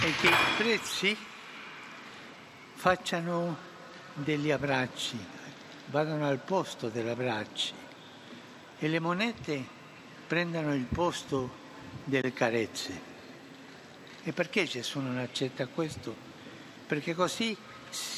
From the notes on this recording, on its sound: PETER'S SQUARE, RECITATION OF THE ANGELUS PRAYER